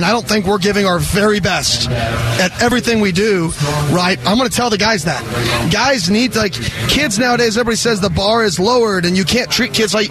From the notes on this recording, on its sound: Live from Sun Devil Stadium for ASU's annual spring game.